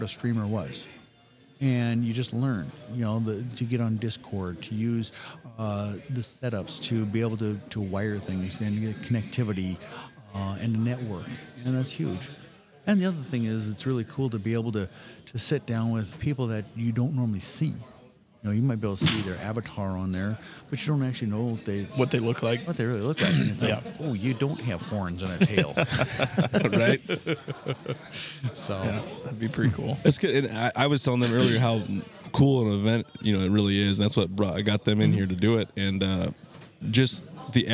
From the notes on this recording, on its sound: Recorded live at the Norfolk LAN Party over the weekend. We were able to interview most of the Admin team and some of the gamers.